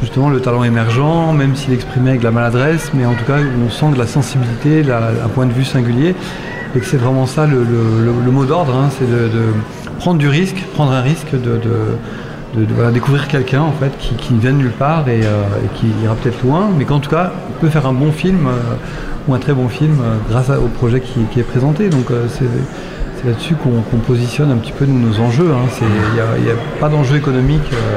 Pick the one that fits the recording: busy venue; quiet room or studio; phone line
busy venue